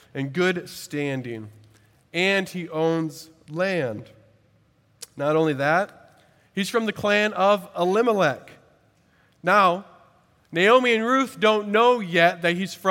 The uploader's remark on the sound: At Redeemer Presbyterian Church in Charleston, SC